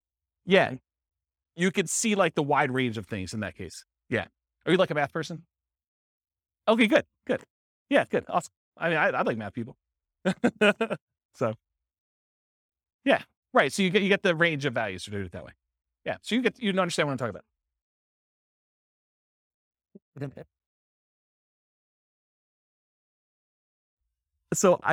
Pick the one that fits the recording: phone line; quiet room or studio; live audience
live audience